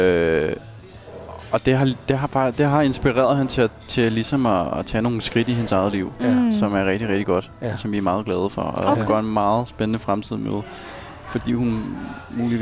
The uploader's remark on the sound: Dørene åbner for første gang efter Lockdown & vi sendte live fra Salen.